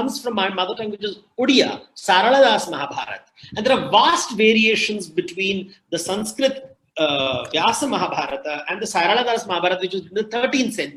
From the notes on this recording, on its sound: This episode is the audio version of a live online session from #JLFToronto2020.